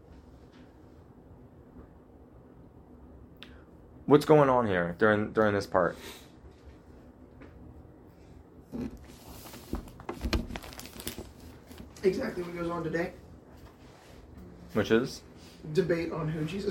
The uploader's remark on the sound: Please excuse the lesser quality audio